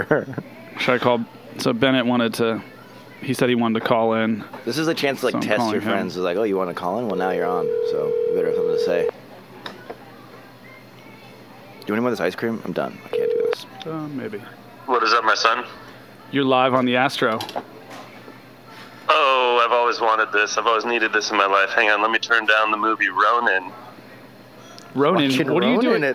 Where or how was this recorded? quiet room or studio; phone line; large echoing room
phone line